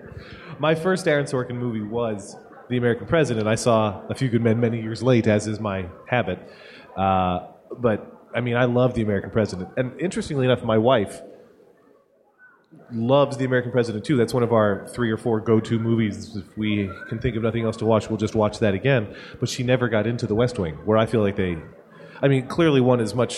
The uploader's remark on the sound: We convened on the Macworld Live stage at Macworld/iWorld 2013